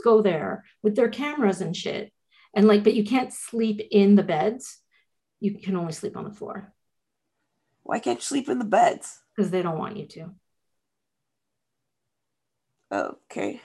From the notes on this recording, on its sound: This episode is unedited and recorded from Zoom